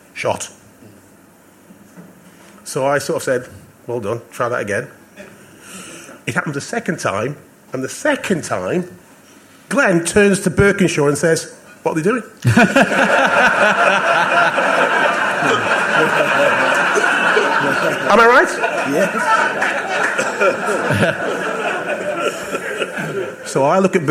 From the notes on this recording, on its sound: SpursShowLIVE. Live from the 100 Club on Londons Oxford St!